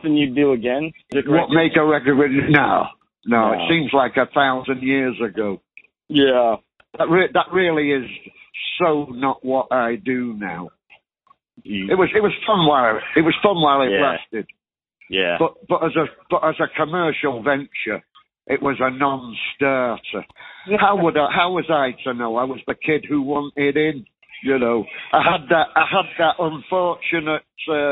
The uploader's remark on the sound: this phone call